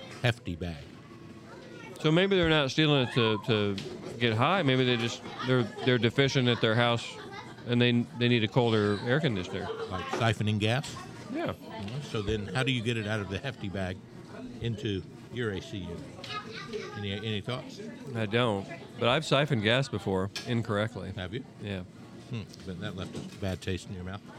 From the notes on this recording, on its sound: Recorded at the bustling Serafina's Pizzeria